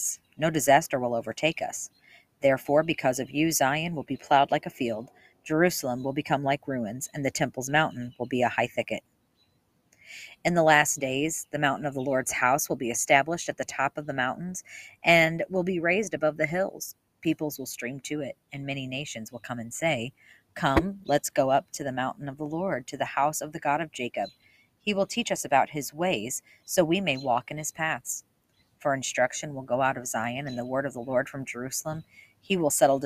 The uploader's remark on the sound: That's why you'll often hear my family moving around in the background of the audio and more. Today I sat outside to record!